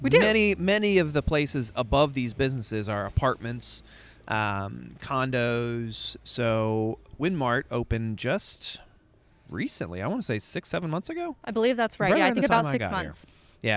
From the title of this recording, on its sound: Old Town Winchester Walking Tour